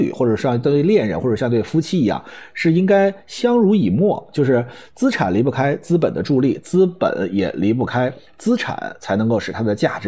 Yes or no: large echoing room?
no